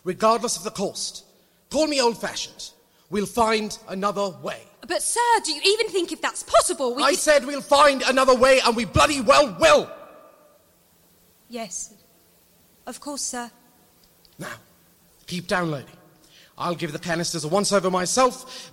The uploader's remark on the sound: Live at PodUK. A live special recorded at PodUK 2019.